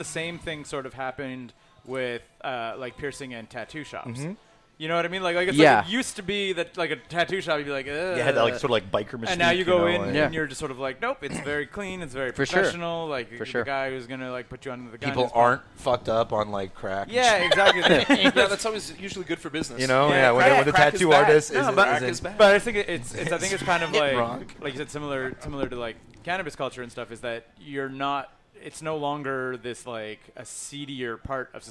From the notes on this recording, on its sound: Recorded at the back of Grumpy’s since March!